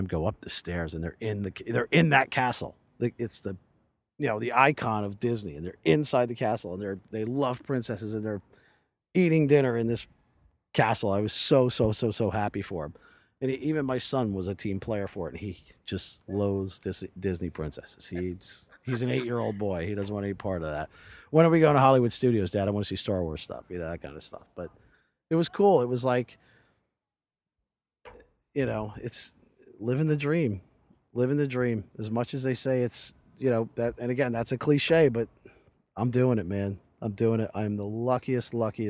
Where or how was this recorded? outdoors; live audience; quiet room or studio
outdoors